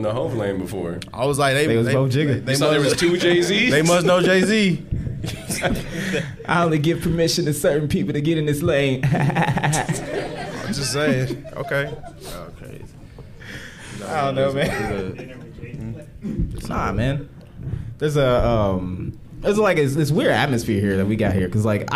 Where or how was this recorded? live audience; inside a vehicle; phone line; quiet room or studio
live audience